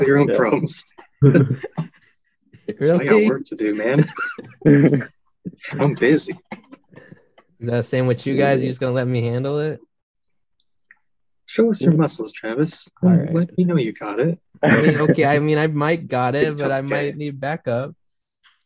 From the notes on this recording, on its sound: on Zoom for this session